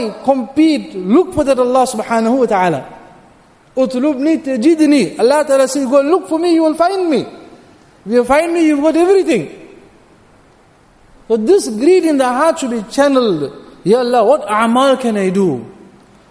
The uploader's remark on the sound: Jumuah Lecture at Masjid Al Hilal.